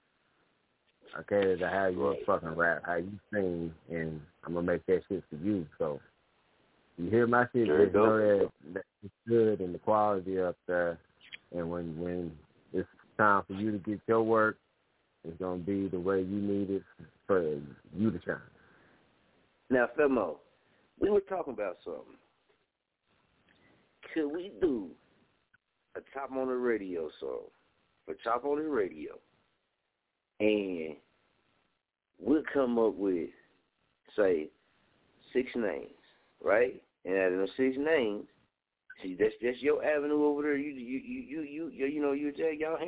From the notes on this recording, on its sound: Tonight show we gone open the lines up for you to call in and POP YOUR WORK!